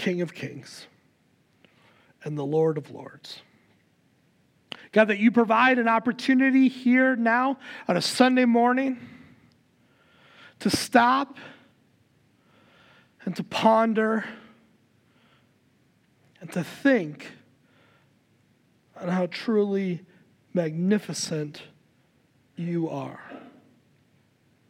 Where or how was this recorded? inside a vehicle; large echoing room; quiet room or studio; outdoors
large echoing room